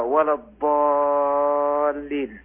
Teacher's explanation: الألف من المد اللازم الكلمي المثقل الذي أجمع على مده بمقدار 6 حركات